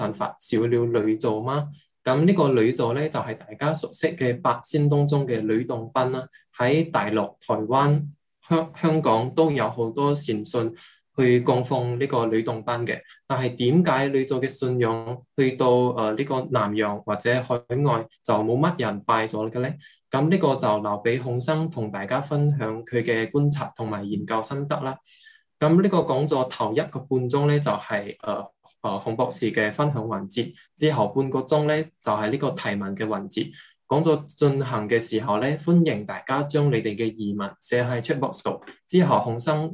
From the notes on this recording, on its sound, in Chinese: 地點：ZOOM 會議室。